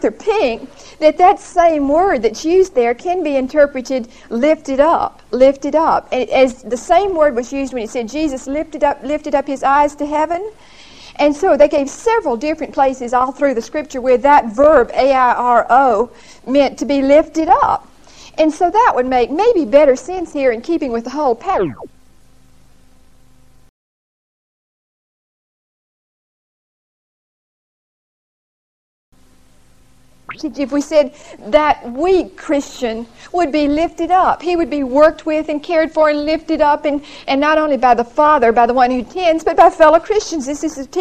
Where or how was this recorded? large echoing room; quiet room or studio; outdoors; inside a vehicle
large echoing room